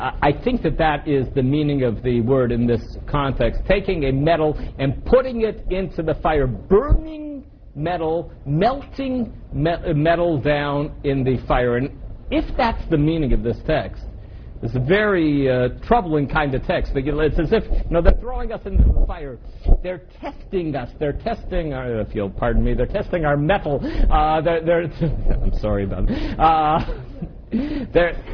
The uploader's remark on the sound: This audio was originally recorded on 12/25/2006 as part of Drisha's Winter Week.